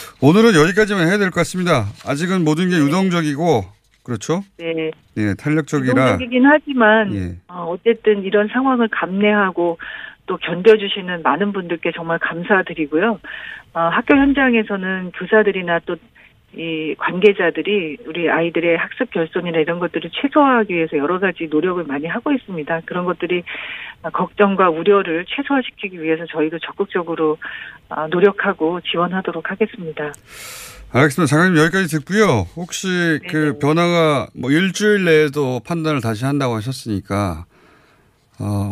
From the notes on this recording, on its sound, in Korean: 전화연결.